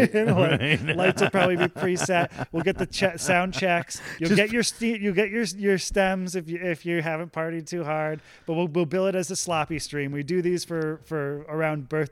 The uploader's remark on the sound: We even recorded it at Jive Hive Live.